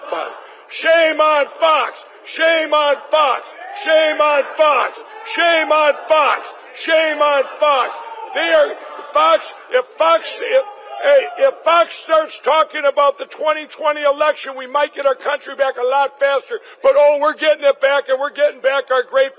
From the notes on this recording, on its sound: Live From CPAC